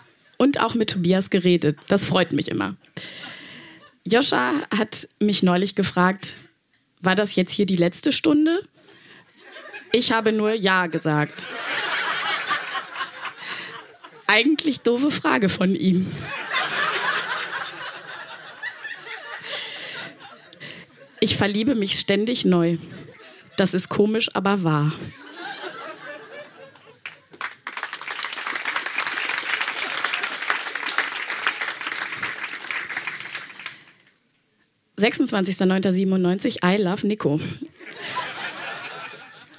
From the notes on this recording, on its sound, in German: Auswahl der Beiträge von der „texte von gestern“-Liveshow. In der Wohngemeinschaft, Köln. Heißen Dank an die Wohngemeinschaft, unser tolles Publikum.